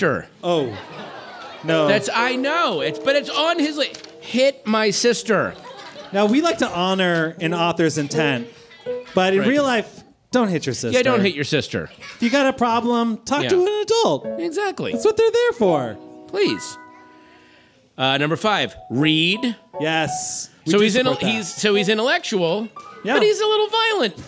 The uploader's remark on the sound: Live in LA!